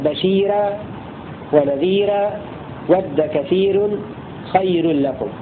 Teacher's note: فيرقق ورش هذه الراء إذا سبقت بياء ساكنة